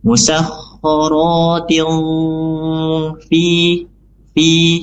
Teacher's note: Kemudian tilfi, ini ada ikhfa hakiki yaitu tanwin kasroh bertemu dengan fa, ya tin tanwin kasroh bertemu dengan huruf fa, yang dimana fa adalah huruf ikhfa. Maka cara membacanya itu suara samar mendekati makhraj fa yang disertai dengan dengung. Ditahan 2-3 harokat.